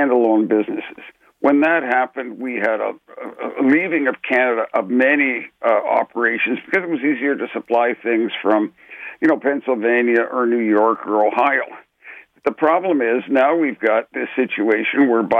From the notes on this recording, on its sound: Listeners call